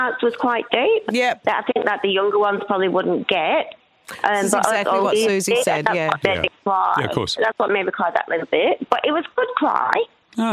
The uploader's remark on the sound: opened the phones